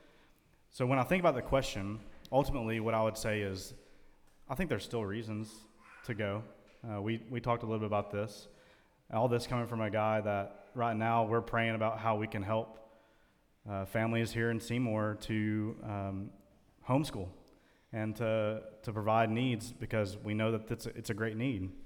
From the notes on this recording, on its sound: in front of a live audience